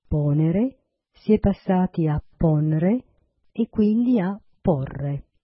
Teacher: la -e breve, non protetta dall'accento che cade sulla terz'ultima sillaba, col tempo è caduta, provocando contrazione e raddoppiamento della -r